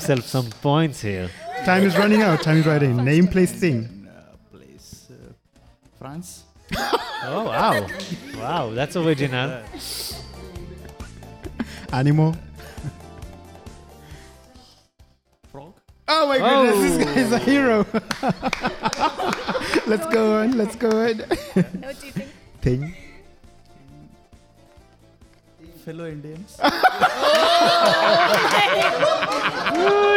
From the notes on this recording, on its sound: This live show hosted International participants of Summer Course 2019 at the Jacob Blaustein Institutes for Desert Research, Ben Gurion University of the Negev. The live studio audience was from India.